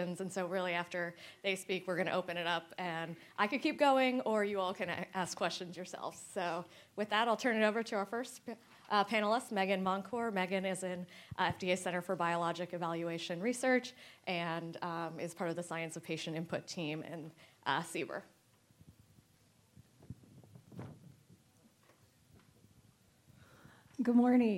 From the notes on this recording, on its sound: first recorded at the 6th annual Patients as Partners US conference